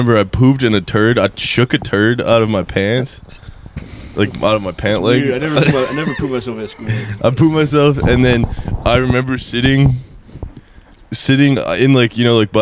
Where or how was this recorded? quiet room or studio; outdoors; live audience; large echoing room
outdoors